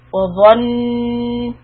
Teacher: ظ is heavy. وظ. Back of the tongue goes up. وظن. Hold the noon.